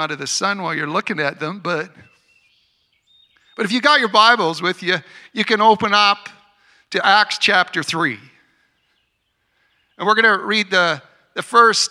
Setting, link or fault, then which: setting, outdoors